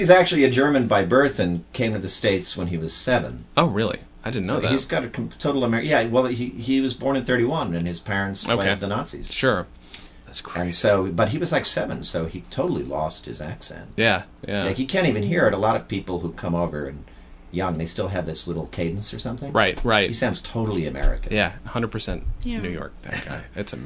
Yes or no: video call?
no